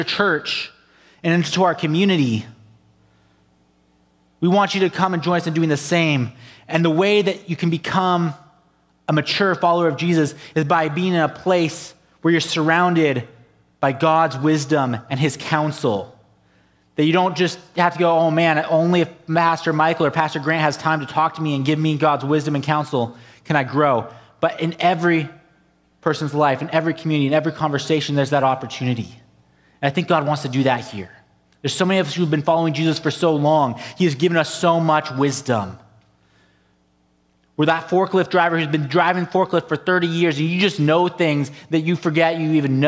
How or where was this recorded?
large echoing room